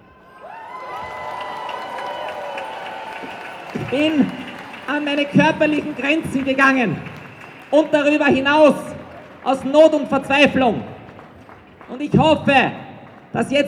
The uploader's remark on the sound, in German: O-Ton] Großdemo gegen die Lobau-Autobahn am 2. Juli 2021 in Wien